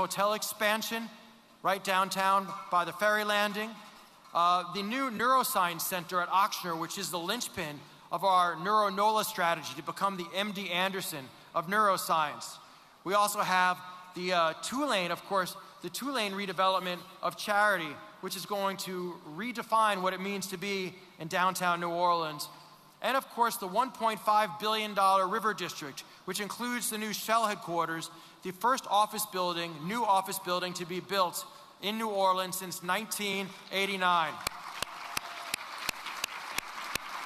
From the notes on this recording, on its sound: Broadcasting LIVE from GNO’s Inc.’s Annual Luncheon at the Hyatt Regency New Orleans.